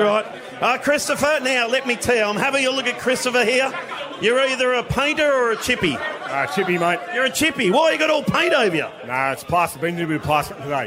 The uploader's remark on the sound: Live from the Lower Plenty Hotel. A live broadcast from the Lower Plenty Hotel.